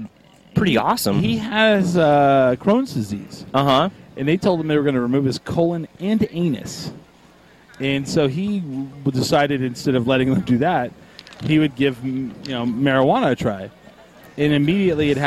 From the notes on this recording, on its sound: Coming at you live from Hempfest.